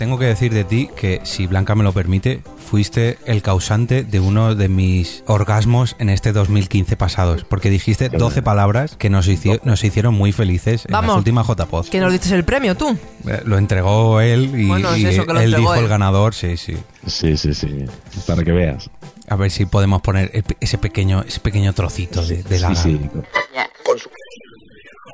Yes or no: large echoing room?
no